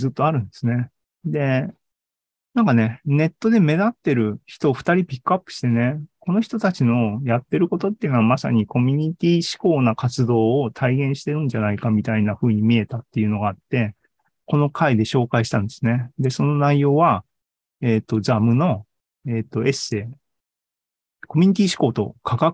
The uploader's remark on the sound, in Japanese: ２０２２年１２月２１日に開催した ZOOMライブの模様です